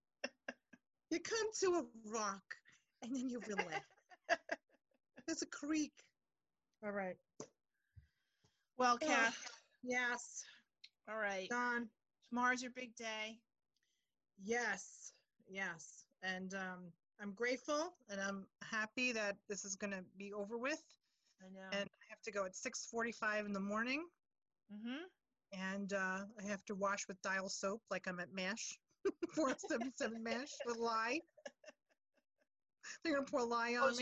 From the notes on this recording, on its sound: check in over zoom